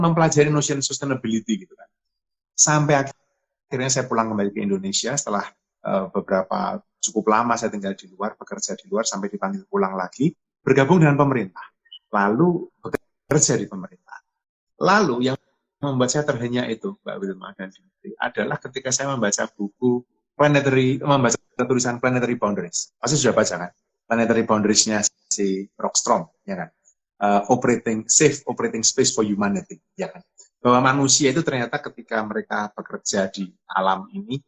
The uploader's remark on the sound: NALAR TALKS Live on Instagram